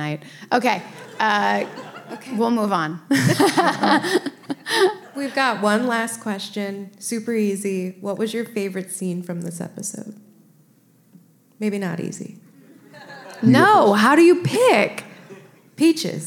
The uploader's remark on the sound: LIVE FROM SKETCHFEST. Are joined by hundreds of Psycho's LIVE.